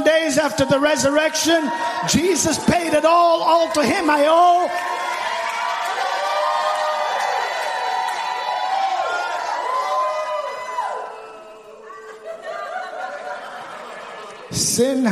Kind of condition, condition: setting, live audience